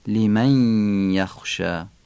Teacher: نونو کشیده با قنه در یا تلفظ میکنیم